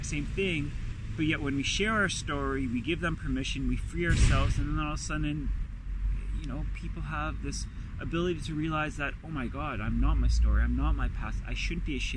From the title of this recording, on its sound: Carcast